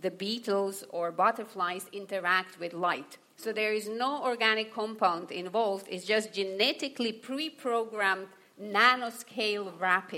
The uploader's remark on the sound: Audience Questions: Naked Scientists LIVE! Here are a few extra bits from our live show as part of the Cambridge Science Festival.